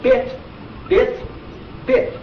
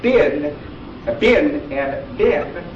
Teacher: When I say bit, it's non-nasalized. When I say bin, the I is nasalized in anticipation of the N. · Shown in: second take